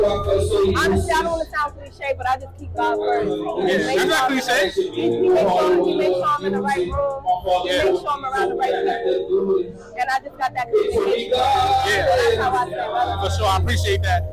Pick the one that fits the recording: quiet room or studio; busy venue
busy venue